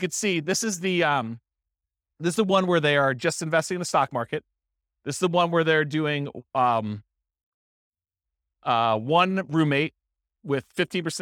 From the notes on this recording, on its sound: This was a live class recorded